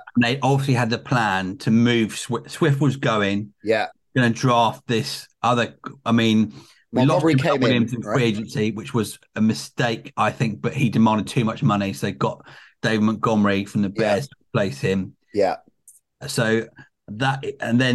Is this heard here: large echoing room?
no